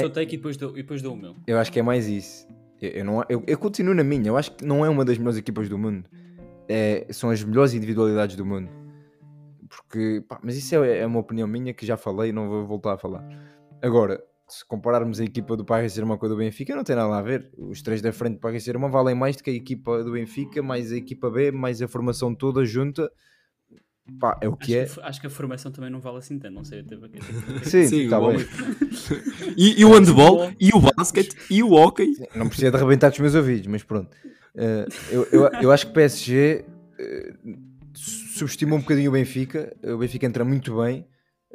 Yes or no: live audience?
no